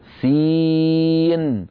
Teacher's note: نطقت سين مكسورة بعدها ياء ساكنة بعدها نون ساكنة